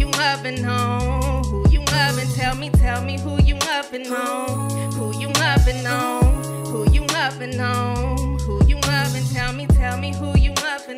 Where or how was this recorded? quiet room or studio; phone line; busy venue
busy venue